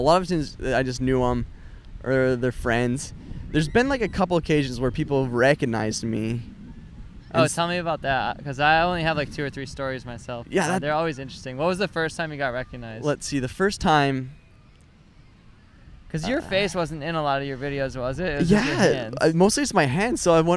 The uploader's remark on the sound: Bonus fun we recorded the whole interview on the beach at Santa Monica Pier!